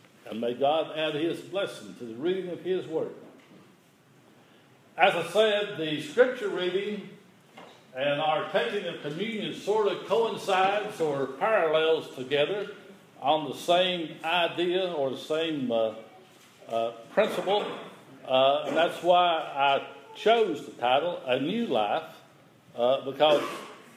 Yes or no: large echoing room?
yes